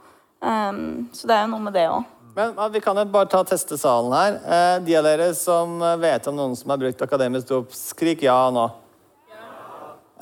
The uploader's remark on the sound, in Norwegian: Podcasten er spilt inn live på studentsamfunnet Driv i Tromsø med publikum i salen.